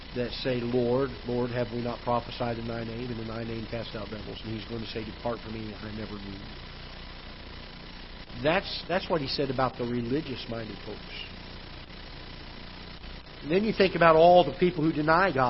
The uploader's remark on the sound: Ketha Heights Baptist Church ~ Live Broadcast